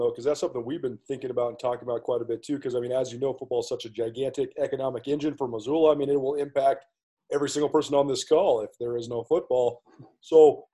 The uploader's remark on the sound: hosted a Zoom conference call with 12 members of the Montana media